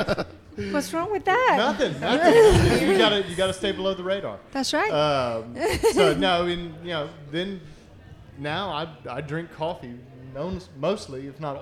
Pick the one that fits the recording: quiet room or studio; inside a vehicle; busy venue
busy venue